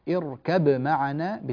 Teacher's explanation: اركب معنا بقلقلة الباء وإظهارها من الميم